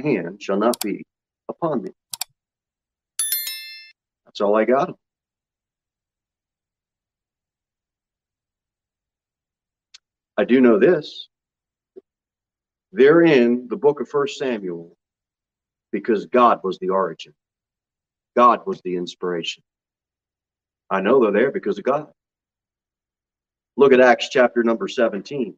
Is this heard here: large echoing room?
yes